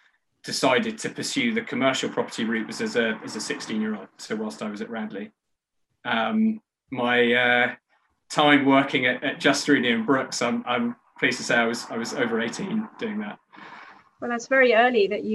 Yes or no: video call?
yes